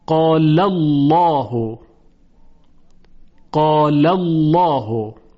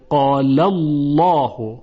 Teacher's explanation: این فتحه باعث میشه که لام بعدی یعنی لام الله تفخیم بشه